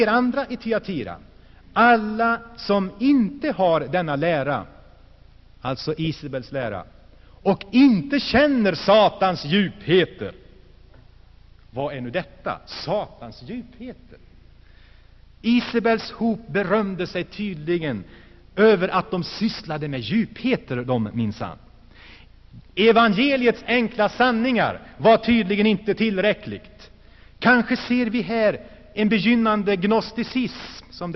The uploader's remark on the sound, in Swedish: Inspelad i Saronkyrkan, G&#154;teborg 1984-11-11.